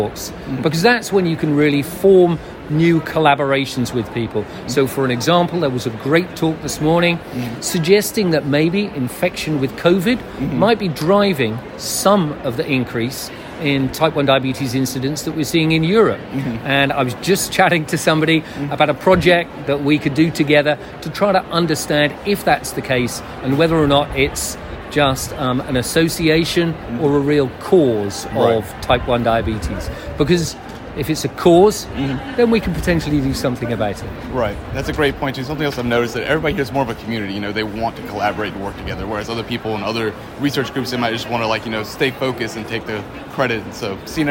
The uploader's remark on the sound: “Heard on the Street” recorded during IDS Paris 2023.